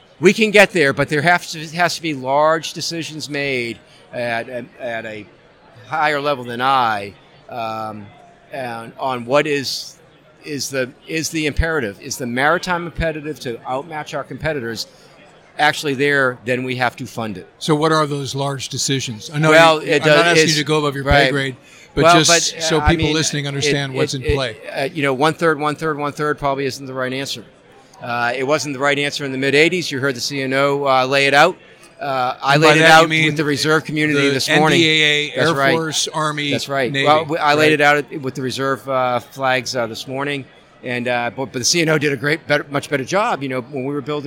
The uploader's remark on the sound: The Ship Boss Live from SNA.